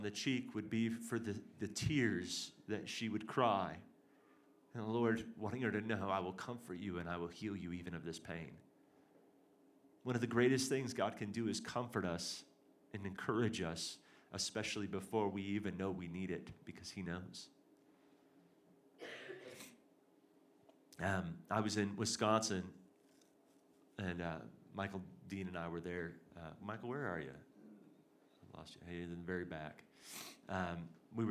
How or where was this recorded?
large echoing room